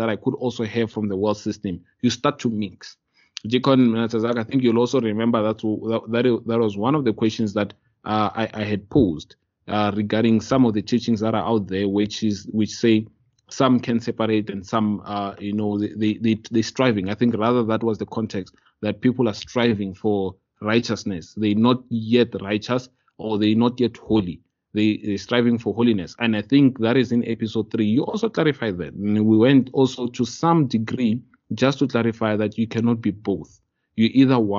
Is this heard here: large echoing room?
no